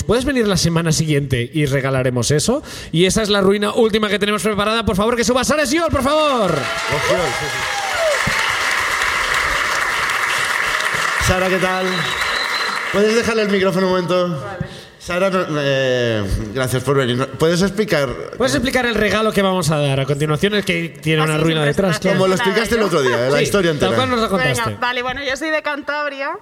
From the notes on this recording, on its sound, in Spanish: El público de Barcelona comparte sus ruinas